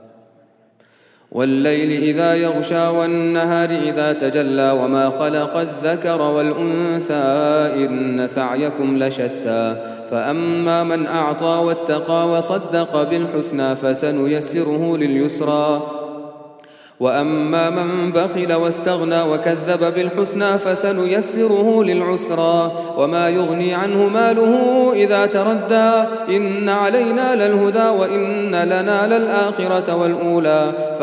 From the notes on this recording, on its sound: at the Houghton Masjid (West Street)